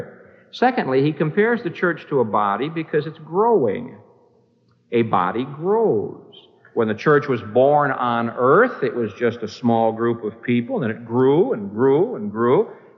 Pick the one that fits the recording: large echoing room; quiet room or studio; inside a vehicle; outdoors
large echoing room